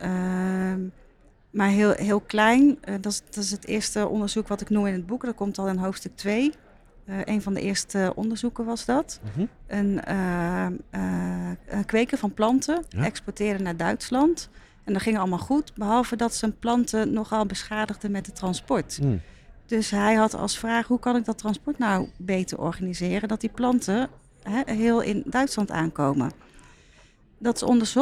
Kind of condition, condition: setting, busy venue